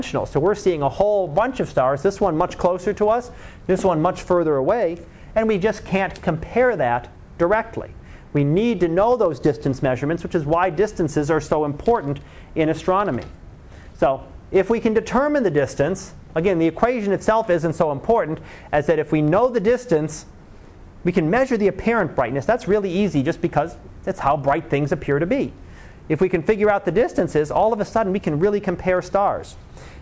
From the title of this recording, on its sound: Live Class Lecture